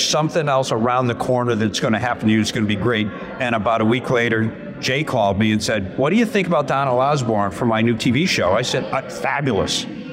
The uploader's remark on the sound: On the road at the Chattanooga Motorcar Festival